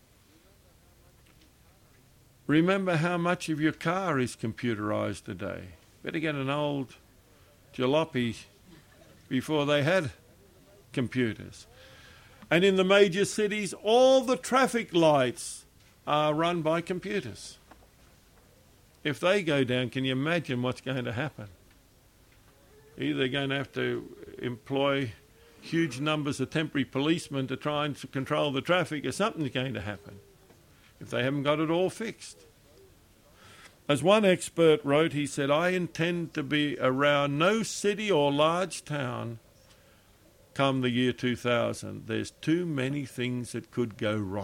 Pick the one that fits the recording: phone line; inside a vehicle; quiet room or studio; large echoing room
large echoing room